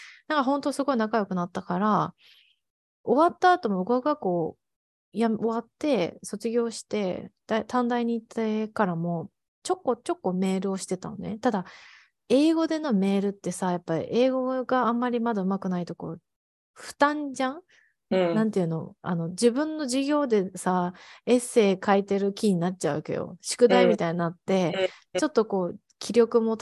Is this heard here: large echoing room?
no